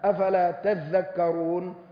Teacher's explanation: وقد أضغمت التاء في الذال لقرب مخرجيهما، فإن التاء تخرج من أصول الثنايا العليا مع طرف اللسان، والذال تخرج من أطراف الثنايا العليا مع طرف اللسان